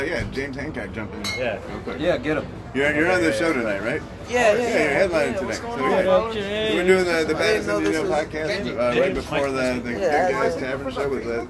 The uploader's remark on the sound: Live from Good Guys Tavern in El Cajon.